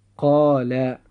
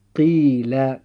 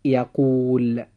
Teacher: ومقدار نطقنا لحركة حرف المد في كل كلمة من الكلمات السابقة، قال وقيل ويقول، حركتان · Term: المد الطبيعي